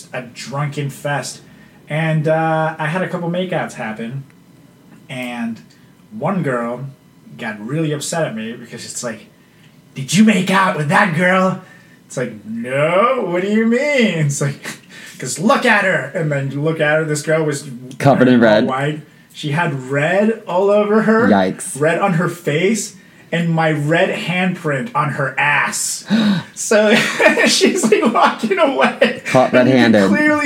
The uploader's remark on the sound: he encountered audio issues while recording this episode